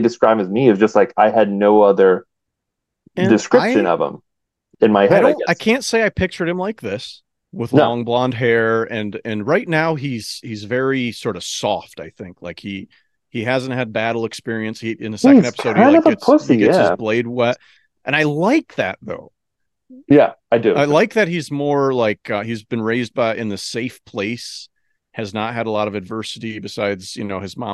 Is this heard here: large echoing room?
no